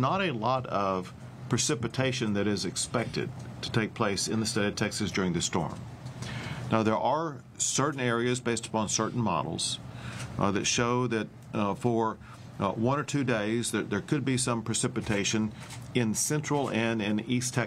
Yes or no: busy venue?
yes